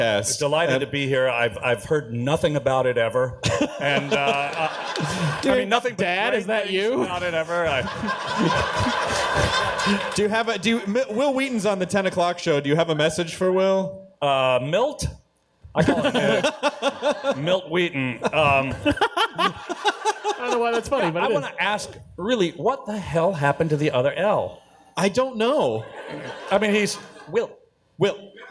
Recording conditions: live audience